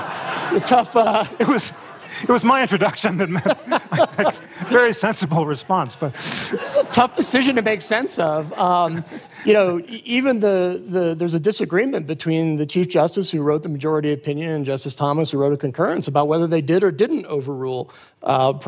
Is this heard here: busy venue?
yes